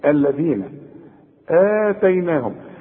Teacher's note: الذين آتيناهم، ما فيش أبدا مشكلة في نطق هذه الكلمة عند الجميع لأنها كلها حروف مرققة، لكن طلع لسانك في الذال. الذين آتيناهم، احنا قلنا كل همزة في القرآن مدام مستقلة زي ديت وفي اول السطر وبعدها مد لازم تمدها تقول آتيناهم، والنون كمان هنمدها.